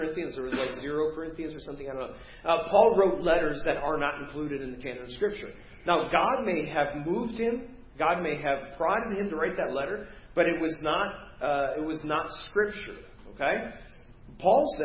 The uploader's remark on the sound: Preached at First Baptist Church of Hazel Park